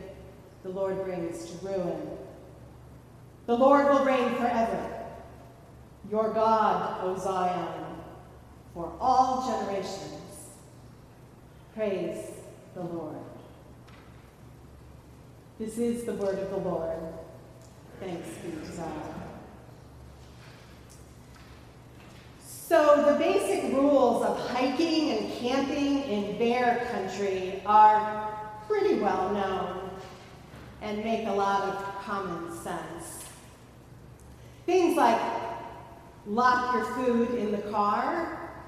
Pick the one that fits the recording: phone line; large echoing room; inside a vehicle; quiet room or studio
large echoing room